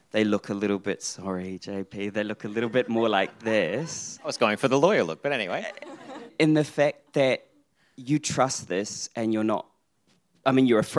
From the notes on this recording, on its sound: This episode of Chasing Financial Equality comes in the form of a live panel recording in front of a packed crowd at SXSW Sydney.